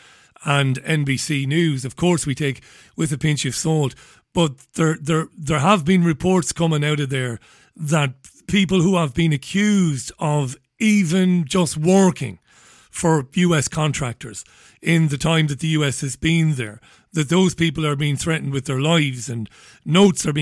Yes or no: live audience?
no